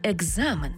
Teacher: А в транскрипції і у вимові будемо чути «г» і «з» – екзамен, тобто дзвінкий плюс дзвінкий.